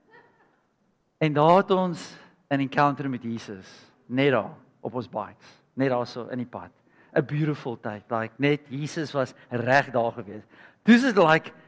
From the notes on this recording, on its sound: at Joshua Generation Church Wellington PM congregation